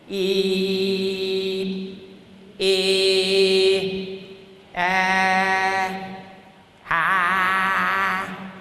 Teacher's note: Elől marad végig a nyelv, de csúszik lefelé, egyre nyíltabb lett. Nyitom szét az állkapcsomat, és ezáltal a szájamat.